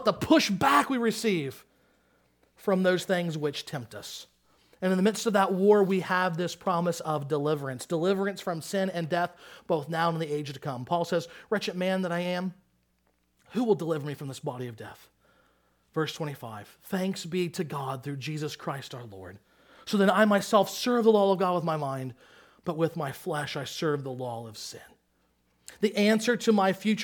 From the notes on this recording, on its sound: Sermon Audio from Crossway Christian Church